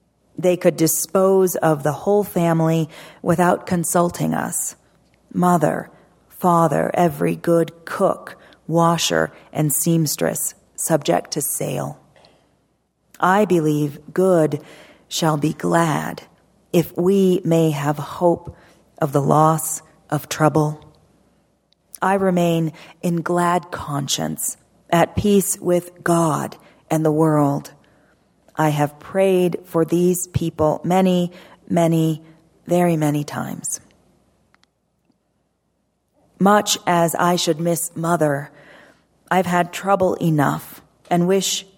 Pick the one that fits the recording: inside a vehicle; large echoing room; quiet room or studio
large echoing room